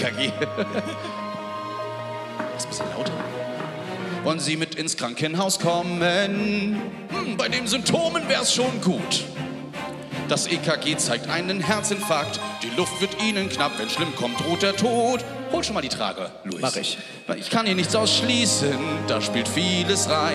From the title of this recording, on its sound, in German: Live aus Hamburg